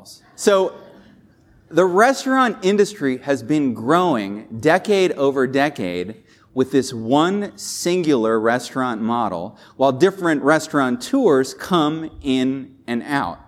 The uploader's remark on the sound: This episode was recorded live from the stage at Retail University, a JLL training event.